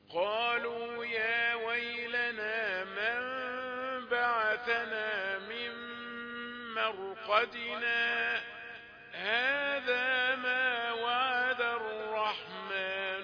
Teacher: سكتة لطيفة بدون تنفس. اذا وقفت هنحسبها عليك وقف، خلاص الوقف هو اللي فيه التنفس، انما السكت بدون تنفس.